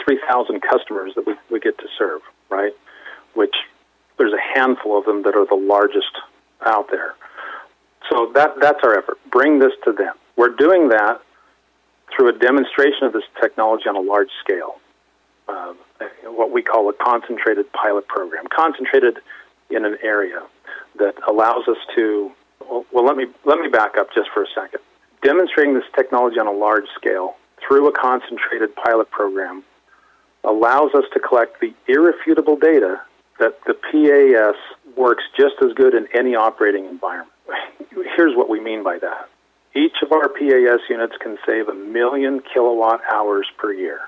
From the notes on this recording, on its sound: called in to SmallCapVoice